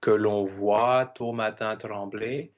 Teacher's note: But there are also times where the final consonant remains, and we have this here with Que l'on voit tôt matin trembler, where the final silent T triggers a liaison with a T sound and we keep it